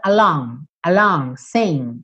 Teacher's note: O G é uma consoante que muitas vezes a gente não escuta o G